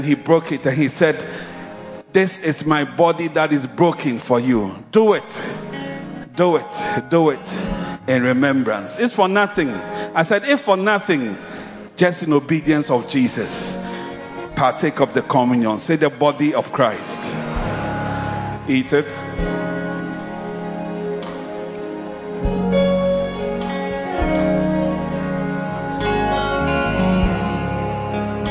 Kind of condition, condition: setting, large echoing room